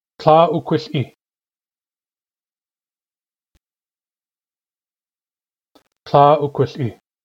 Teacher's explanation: And this word that we want here is kla ukwil, with a long vowel in the first syllable.